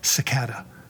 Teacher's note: Cicada. Three syllables. Unstressed, stressed, unstressed, which makes it an amphibrach